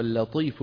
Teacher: اللطيف هنا تجاور لام مرققة مع طاء مفخمة. ما نقول اللطيف اللطيف ما بيصح لا يصح تفخيم مين اللام.